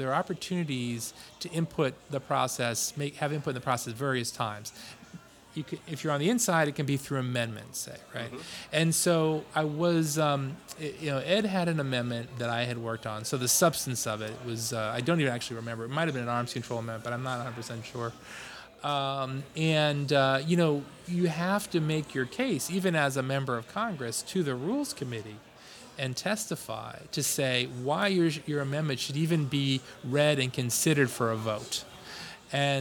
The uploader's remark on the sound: He joins us at Siné Irish Pub in Arlington, VA. At Siné Irish Pub in Arlington, VA.